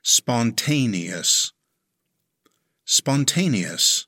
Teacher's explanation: It has four syllables. Stress the second syllable.